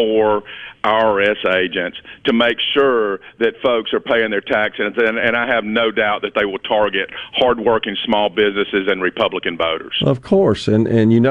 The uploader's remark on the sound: joins the conversation by phone from Washington D.C.